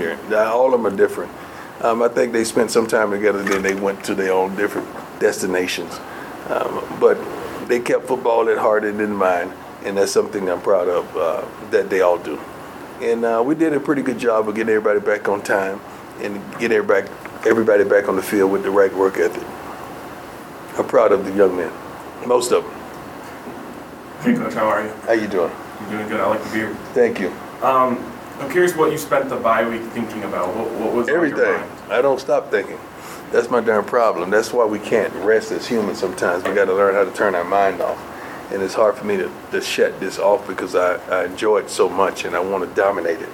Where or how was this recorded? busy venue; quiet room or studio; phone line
busy venue